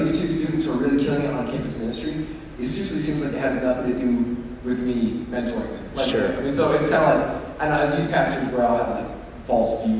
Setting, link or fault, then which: setting, live audience